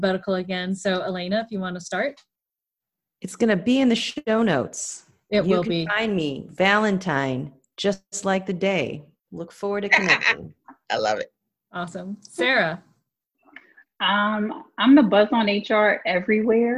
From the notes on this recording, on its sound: still hosted the panel, virtually, and shared the conversation during a live watch party